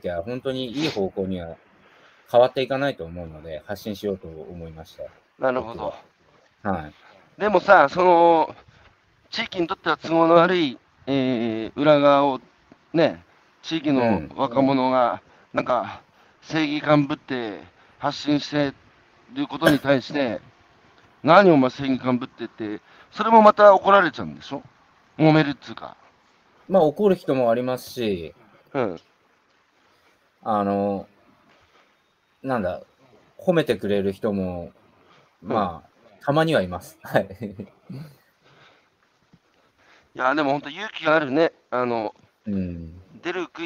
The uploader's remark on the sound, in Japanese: 歩きながら1時間、対談する